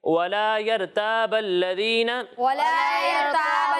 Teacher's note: را کو پر پڑھنا ہے، تا کو باریک پڑھیں گے